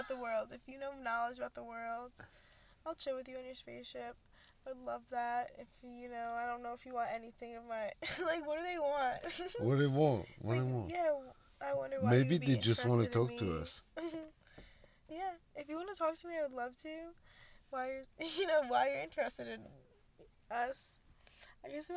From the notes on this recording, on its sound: when testing our studio setup in the car